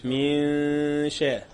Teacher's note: طرف اللسان ما بطلعوش فوق انا بخش على مخرج الشين على طول · Term: إخفاء حقيقي